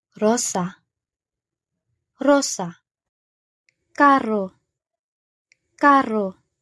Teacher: letter R, when at the beginning of a word or if doubled, makes a rolled sound.